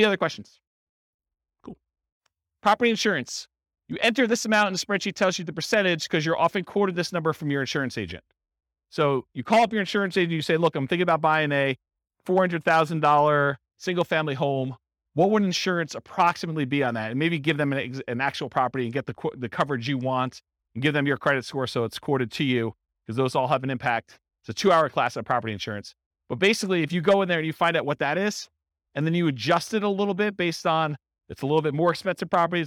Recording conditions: live audience